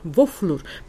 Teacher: После О о идет две буквы Ф, поэтому Ф у нас длинная, а О короткая.